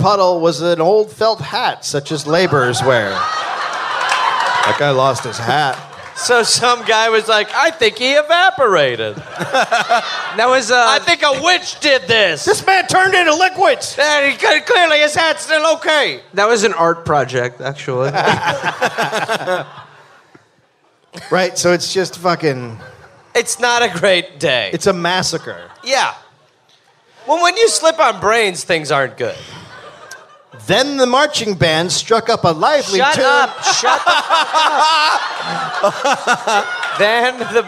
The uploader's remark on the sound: Live in NY